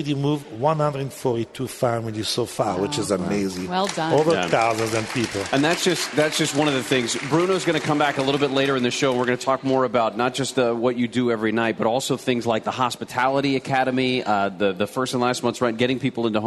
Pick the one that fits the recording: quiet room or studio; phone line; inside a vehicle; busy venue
busy venue